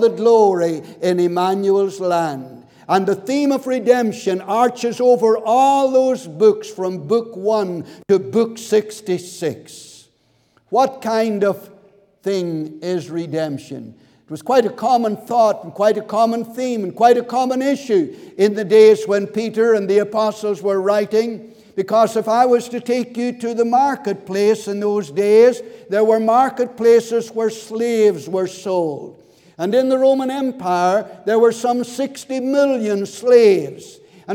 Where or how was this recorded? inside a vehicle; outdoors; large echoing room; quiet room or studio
large echoing room